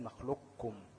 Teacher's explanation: بالإدغام الكامل، يعني تبقى كاف بس نخلقكم مش قاف، أو إدغام ناقص تبقى نخلقكم نخلقكم، ماشي، تبقى قاف وبعدين كاف.